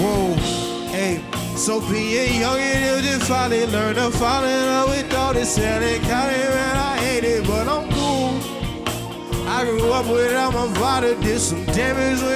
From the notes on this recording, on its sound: This performance was taken from the Chreece music festival hosted at the white rabbit cabaret in 2019